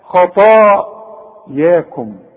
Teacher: الخاء فخم، الطاء فخمها، الياء رققها، خطاياكم. شوف خطا المد بتاع الطاء ده فخمه خطا، والمد بتاع الياء رققه عشان الحرف مرقق، خطاياكم.